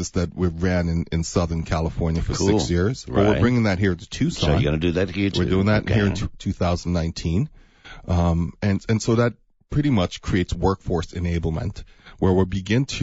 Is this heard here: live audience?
no